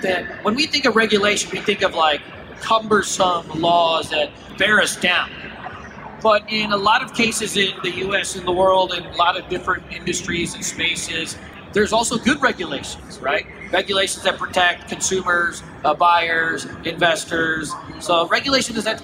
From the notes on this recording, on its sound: At the Blockchain World Conference 2018 in Atlantic City